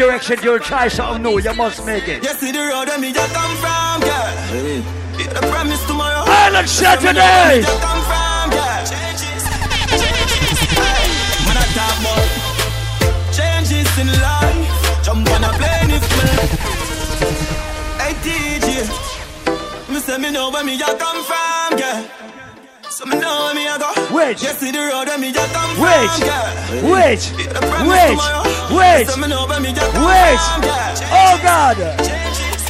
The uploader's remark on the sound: LIVE ON JULY 28. Live audio from Island Saturdays.